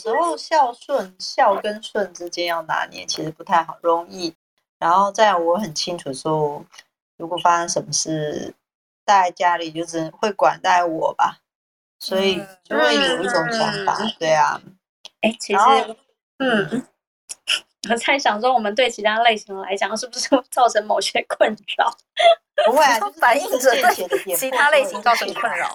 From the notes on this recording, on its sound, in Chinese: 此音檔是由club house直播中錄製的。故音質無法與專業麥克風及錄音室錄製比較。